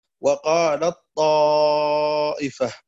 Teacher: إذا كان الأول ضعيفا والثاني قويا فإن الإدغام يكون إدغاما ضعيفا، عفوا إدغاما كاملا، مثل قوله تعالى وقال الطائفة، فهنا التاء تدغم في الطاء إدغاما كاملا